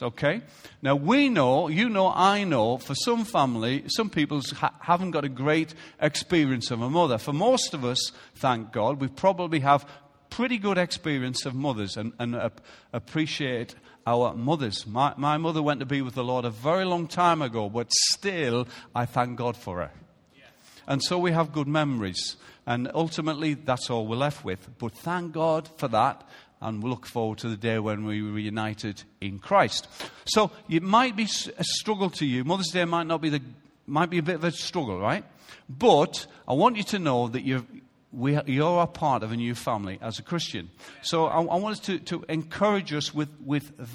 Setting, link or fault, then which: setting, large echoing room